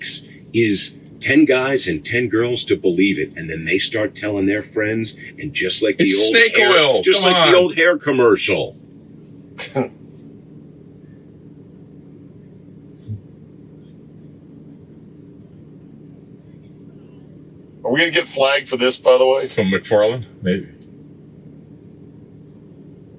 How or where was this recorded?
inside a vehicle